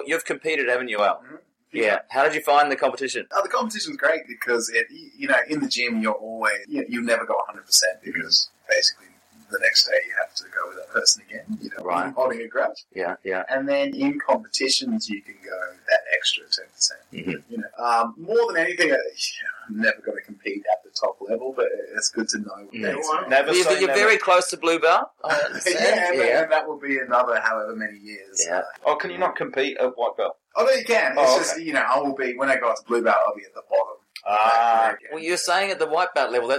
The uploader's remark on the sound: Apologies for Poor Audio on this episode - we had a major failure